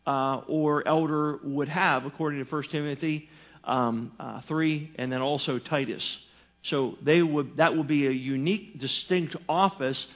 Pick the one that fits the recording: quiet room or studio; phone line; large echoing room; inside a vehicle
large echoing room